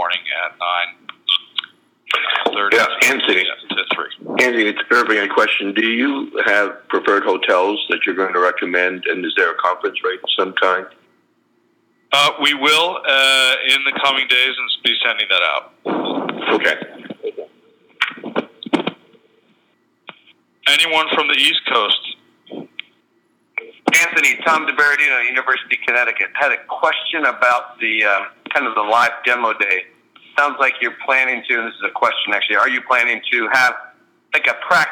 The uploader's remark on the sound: Medical Innovation Summit Q&A Conference Call